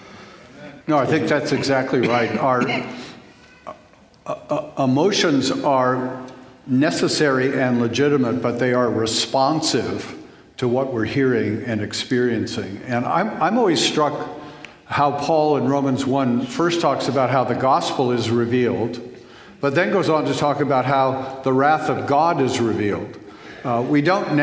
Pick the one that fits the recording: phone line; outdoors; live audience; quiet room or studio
live audience